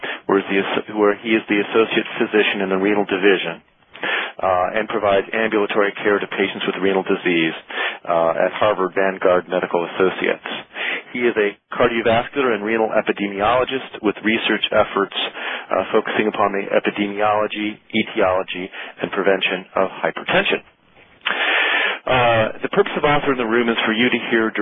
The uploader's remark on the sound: Author in the Room® Teleconference